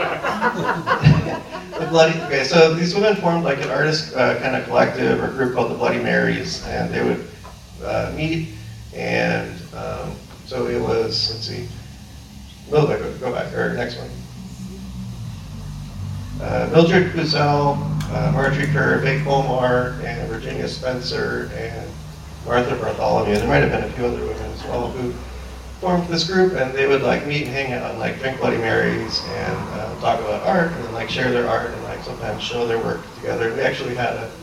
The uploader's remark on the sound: The audio is not great, and is sometimes hard to hear what is said, after this episode the audio will now be more coherent. We've figured out how to fix some audio issues.